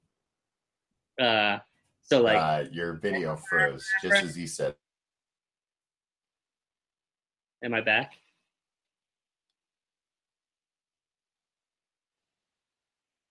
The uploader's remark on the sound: May 2017 Google Hangout Audio.